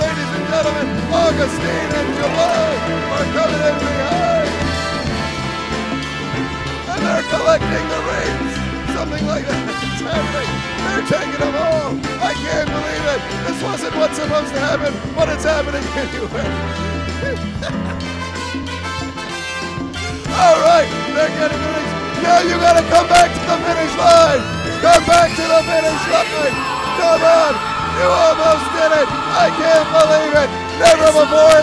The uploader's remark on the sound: Live from Woodhaven, Queens at the "Goodfellas" bar.